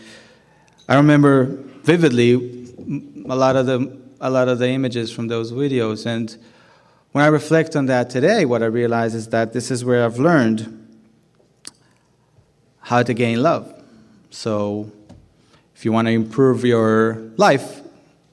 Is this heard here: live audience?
yes